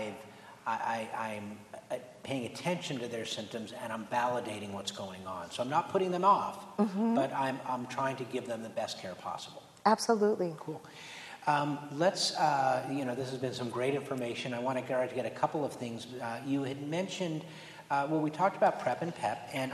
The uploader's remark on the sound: At a recent live event recorded in Chicago.